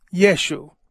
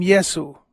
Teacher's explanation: He was called by the short form, Yeshu. And there is no sh sound in Greek and Latin, so it became Yesu